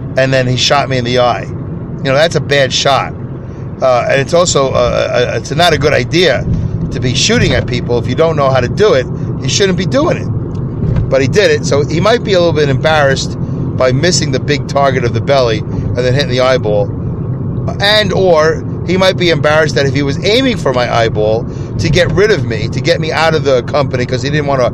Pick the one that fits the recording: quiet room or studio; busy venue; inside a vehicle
inside a vehicle